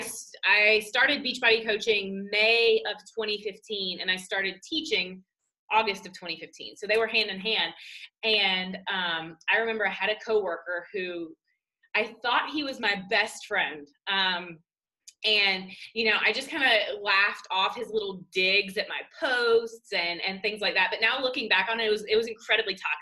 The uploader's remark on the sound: This week's episode is an audio recording of an IG live.